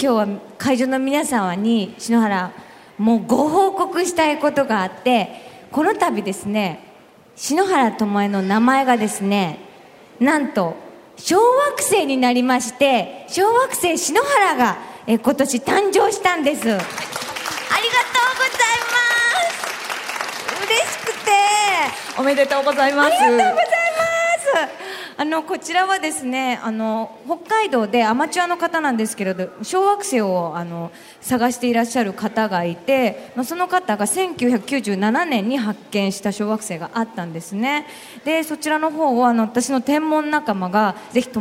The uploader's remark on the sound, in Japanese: 今回はさがみ湖リゾート プレジャーフォレストで行われた公開録音の模様をお届けします。